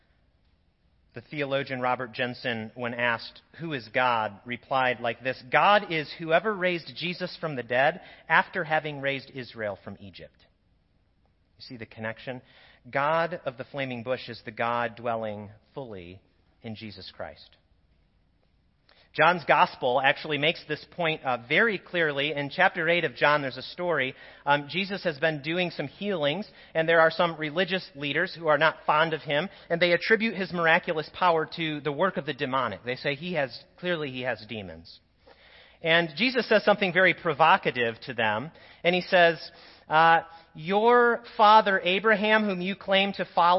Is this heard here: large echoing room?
yes